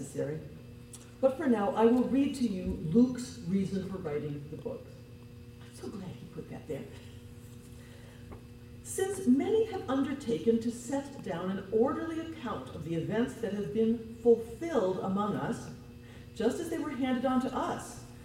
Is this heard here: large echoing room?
yes